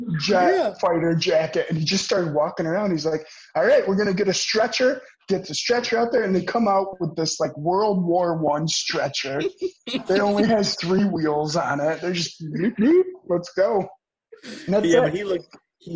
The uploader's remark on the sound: All done virtually through Zoom!